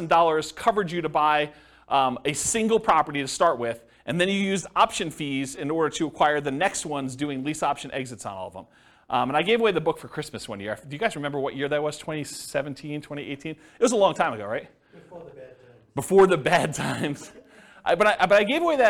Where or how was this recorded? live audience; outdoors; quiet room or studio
live audience